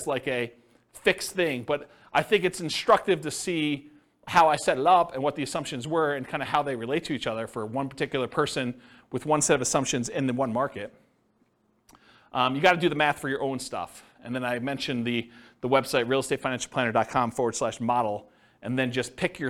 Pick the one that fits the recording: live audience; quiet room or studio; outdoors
live audience